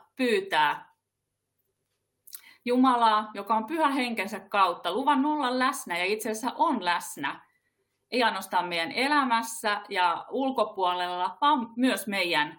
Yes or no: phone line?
no